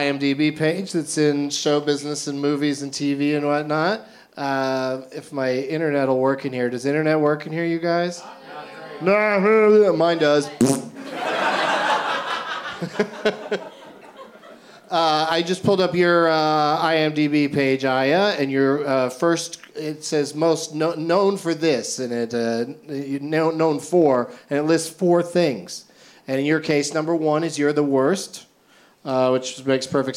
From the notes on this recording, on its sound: Live from Fantastic Fest in Austin